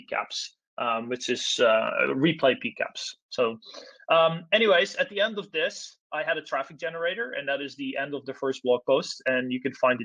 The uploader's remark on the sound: This is the recording of a virtual NOG meeting.